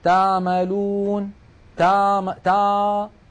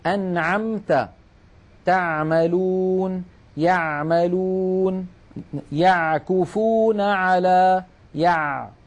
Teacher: العين الفصيحة أعمق إلى تحت أكثر · Shown in: second take